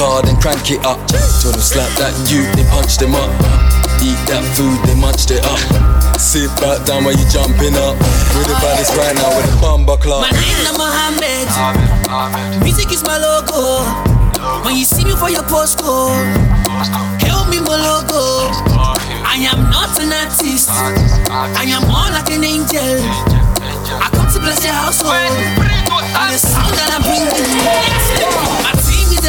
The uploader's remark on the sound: MY LIVE SET FROM RICH LONDON UNLOCKED PARTY